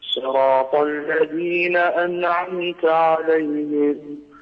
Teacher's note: صراط لم تخلص كسرة الصاد، يعني هي كانت بين الفتح والكسر